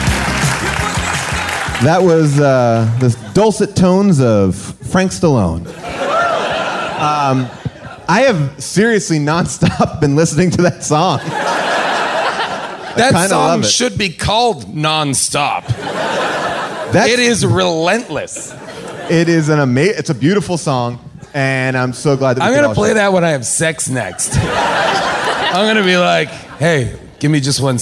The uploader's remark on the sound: Recorded LIVE at Largo in Los Angeles.